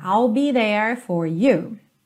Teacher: o último E não é pronunciado, então there termina ali, ó, com a língua enrolada